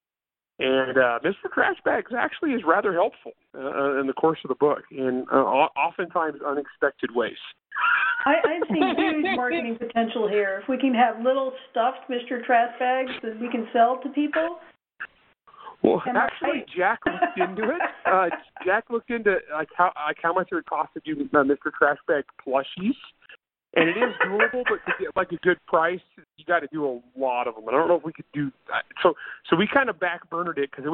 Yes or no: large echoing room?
no